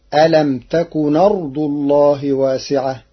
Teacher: قرأ ورش ألم تكن أرض الله بنقل حركة الهمز إلى الساكن قبلها فتصير ألم تكن أرض الله واسعة للتخفيف.